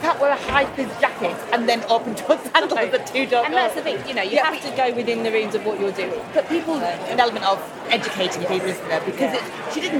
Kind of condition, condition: setting, busy venue